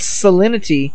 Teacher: the R in Serenity sounds like an L, because the Japanese don't have an L, so sometimes R's sound like L's because you roll them.